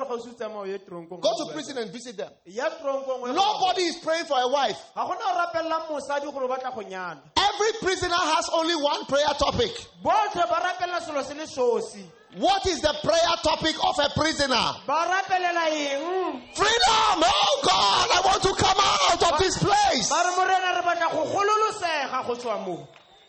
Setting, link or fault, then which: setting, live audience